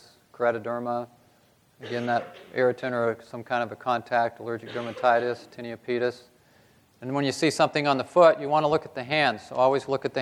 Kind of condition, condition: setting, live audience